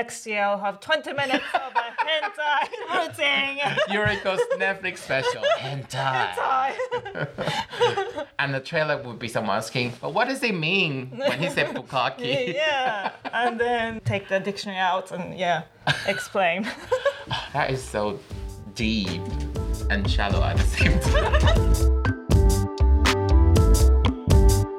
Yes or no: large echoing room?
no